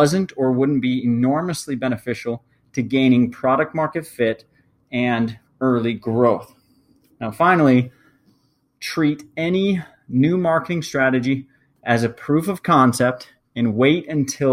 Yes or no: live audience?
no